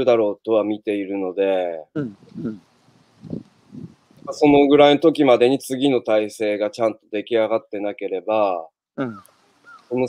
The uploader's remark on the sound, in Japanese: 歩きながら1時間、対談する。